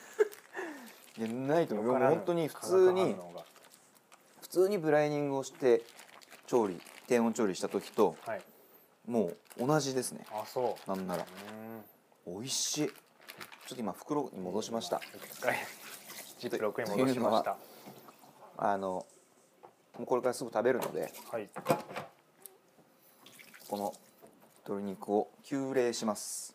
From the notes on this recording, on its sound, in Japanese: 高性能マイクが咀嚼音を若干拾っております。